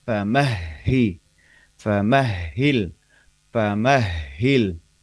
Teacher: Huruf H tasdid di sini yang agak ini mungkin ya. Huruf H itu diucapkan dengan tenggorokan dalam ya.